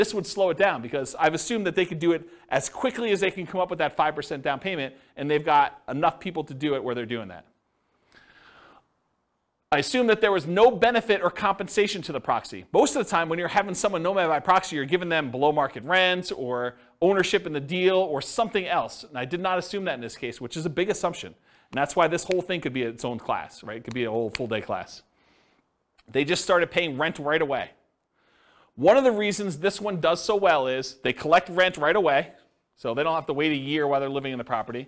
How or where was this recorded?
live audience